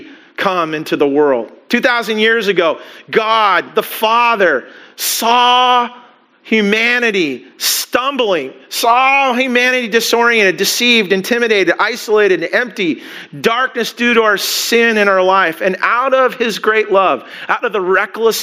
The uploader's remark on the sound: Christmas Eve Service (Audio)